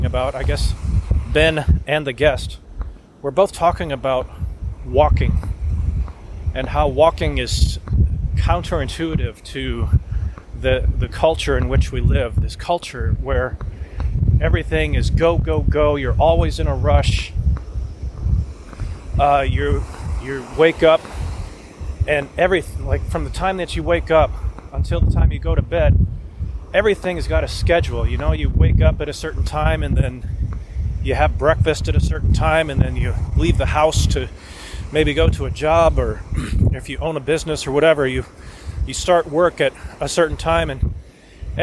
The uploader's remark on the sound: I recorded it while walking along the beach near where I live on the oceanfront of Virginia Beach, VA. I thought since it wasn't that windy, maybe it would be okay. I think it was until I turned around, and the wind was coming right at me. It may be a bit difficult to listen.